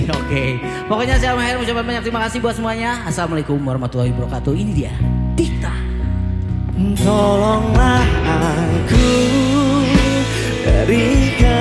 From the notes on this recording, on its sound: Live At Trans Convention Center Bandung. Record by Pratama Sound System.